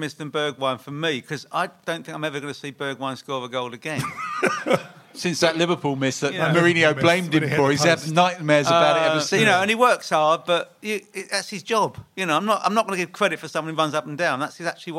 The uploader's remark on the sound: A very special live show at the Albany in Great Portland Street.